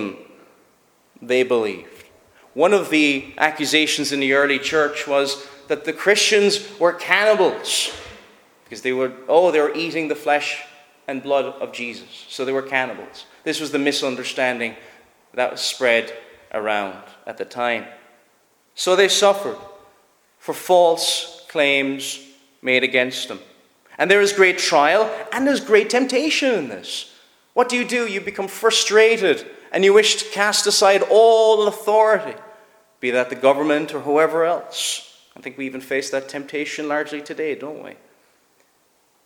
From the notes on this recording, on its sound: Preached at Shettleston Free Church -Continuing- during their communion season.